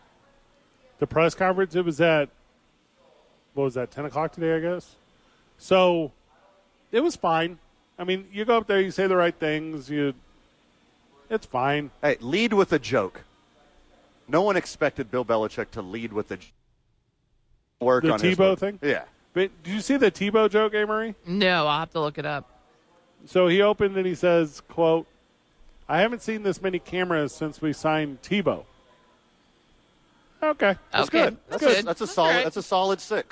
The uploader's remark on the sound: live at Sadies